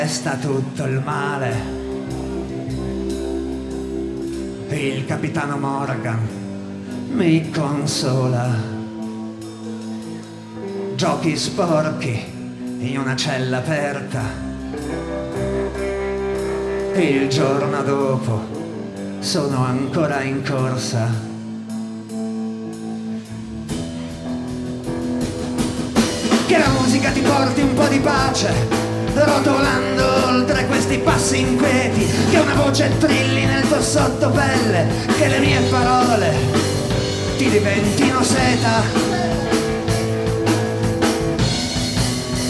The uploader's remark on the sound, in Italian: Live Caffè del Teatro